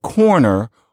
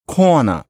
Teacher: And what it is that you drop or vastly distort your R's at the end of syllables · Shown in: second take · Instead of corner, corner. · Term: R-lessness